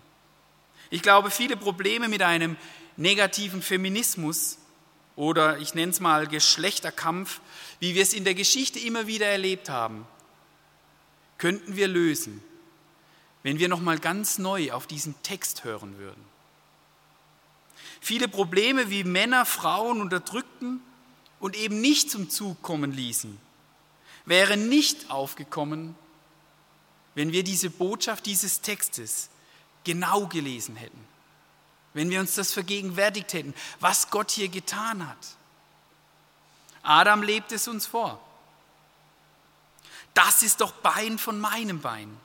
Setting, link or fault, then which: setting, large echoing room